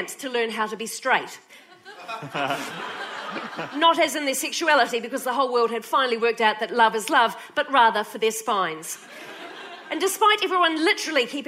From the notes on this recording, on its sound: When she performed on A Rational Fear in 2019 at the Adelaide Cabaret Festival.